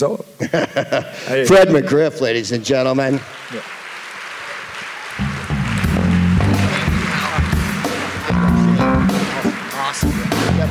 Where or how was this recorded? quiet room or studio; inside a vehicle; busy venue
busy venue